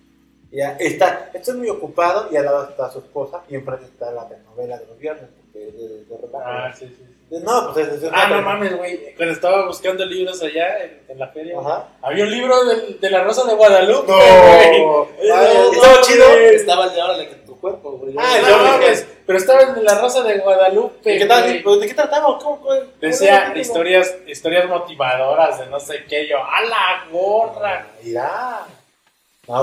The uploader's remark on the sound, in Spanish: Probamos transmisión en vivo. Disculpen el audio pero la cagamos.